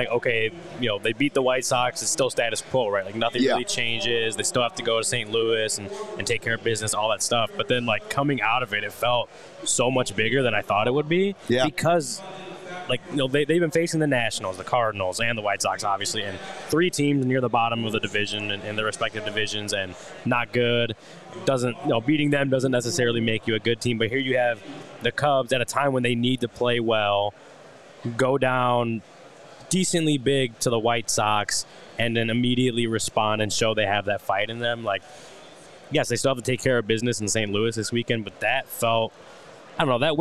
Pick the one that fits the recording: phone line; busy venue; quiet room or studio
busy venue